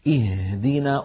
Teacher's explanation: بعض الحروف كما تعلمون كالهاء مثلا، يعني لما نقول اهدنا بالله أجرب هكذا اهدنا انظروا كيف اه أن الهاء حرف مفتوح مهموس فلما ننطقه يستهلك كمية كبيرة من الهواء